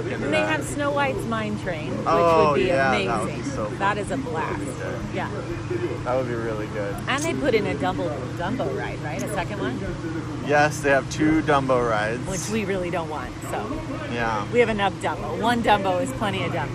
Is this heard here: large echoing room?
no